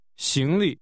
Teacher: Luggage is pronounced with a rising 行 and a neutral tone.